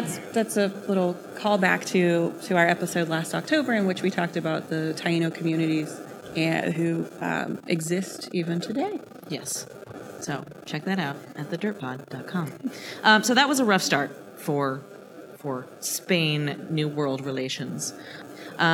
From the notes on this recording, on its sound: Our very first LIVE SHOW, from Cosumnes River College in Sacramento!